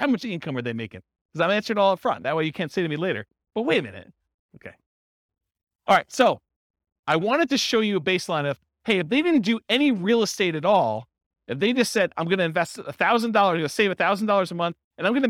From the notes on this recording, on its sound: This was a live class recorded.